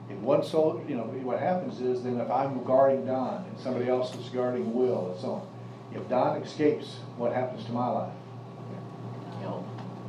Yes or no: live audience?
yes